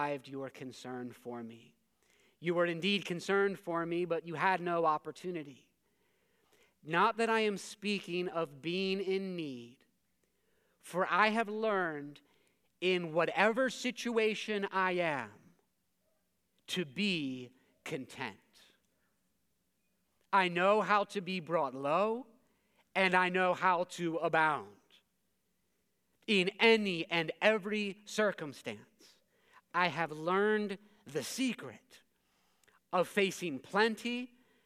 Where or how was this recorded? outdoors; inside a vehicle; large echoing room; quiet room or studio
large echoing room